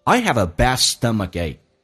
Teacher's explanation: Stomachache 可以表示腹痛，也可以表示肚子痛的意思。Bad stomachache 意思是肚子痛得很厉害。我们或者叫做 bellyache,也可以表示肚子疼。Have 跟 a 有一个连音叫 have.红色字体代表被强调的单词，同时用声调平调降调都可以，但是被强调出来。黑色不被强调，一般用降调来读。I have a bad stomachache.那么 stomachache 这个单词，第一个 k 可以浊化成 g 这个发音 stomachache，最后一个 k 可以不用发音，但气流阻塞一下